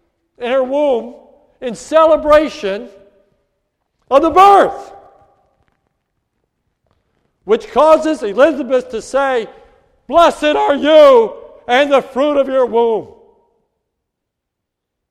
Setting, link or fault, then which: setting, large echoing room